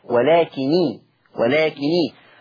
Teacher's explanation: ورش خفف النون ما بقتش مشددة فبقت مكسورة لالتقاء الساكنين